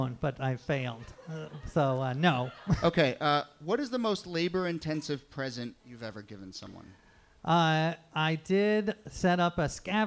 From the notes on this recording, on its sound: Ask Roulette is a conversation series in which strangers ask each other questions on stage. Our January birthday event at Housing Works Bookstore in New York City. Some audience members.